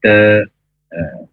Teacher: huruf dal, makhrajnya ujung lidah ke pangkal gigi atas. Pangkal gigi, bukan kunci, bukan langit-langit, tapi de.